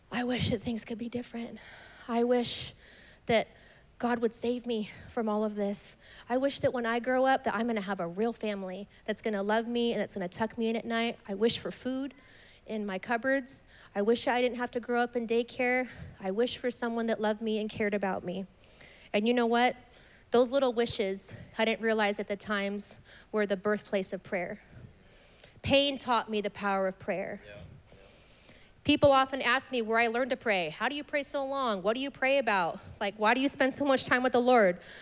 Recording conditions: large echoing room